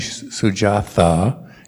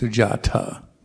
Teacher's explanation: As far as I know, um, there's no TH sound like we have in English in Pali. · Shown in: second take